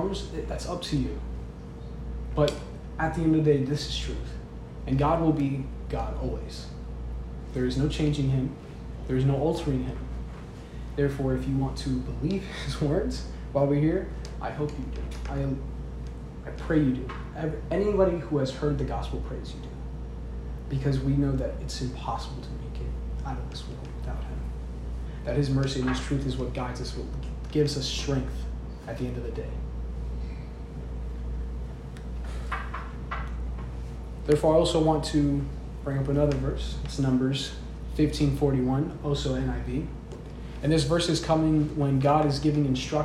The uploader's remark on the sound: This is a recording of a service I gave.